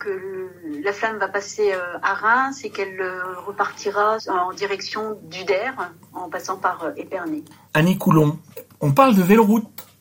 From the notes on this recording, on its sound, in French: au téléphone